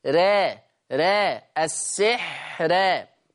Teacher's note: قرأ ورش بترقيق الراء وصلا في لفظ السحر الآية 102. أما وقفا فهي مرققة للجميع، لجميع القراء، السحر السحر، فهي مرققة للجميع.